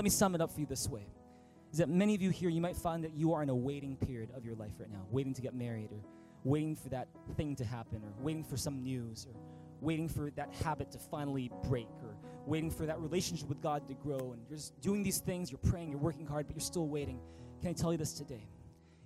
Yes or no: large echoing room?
yes